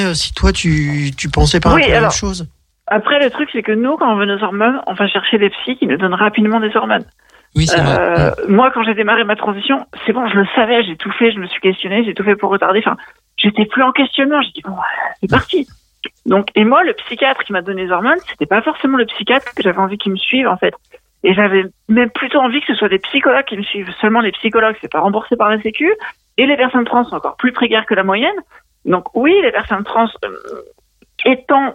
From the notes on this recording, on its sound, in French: Sont sur les ondes de Radio Pluriel, 91.5FM à Lyon pour l'émission Transe Culture. Au téléphone. Dans le studio.